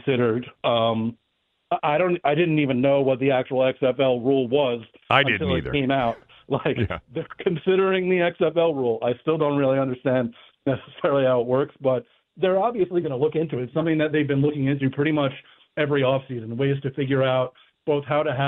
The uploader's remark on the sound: opens the phones to hear from listeners